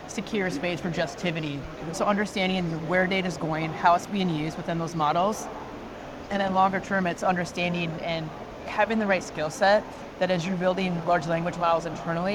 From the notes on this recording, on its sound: an Interview in Action live from the 2023 CHIME Fall Forum